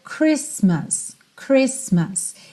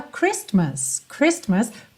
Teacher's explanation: Embora a gente tenha um T nessa palavra, ele não soa. · Shown in: first take